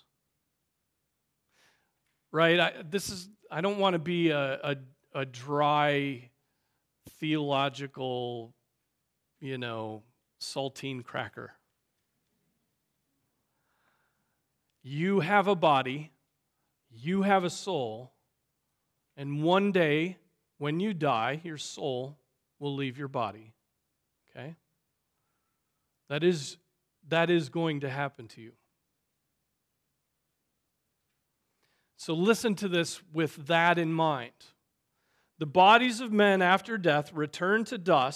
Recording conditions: large echoing room